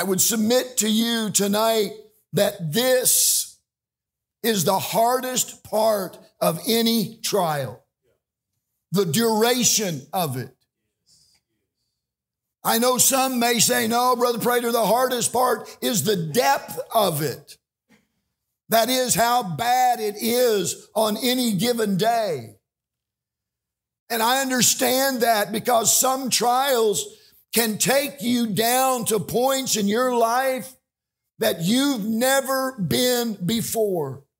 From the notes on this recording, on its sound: This message is from The REST Conference during the midweek meeting of Tabernacle Baptist Church.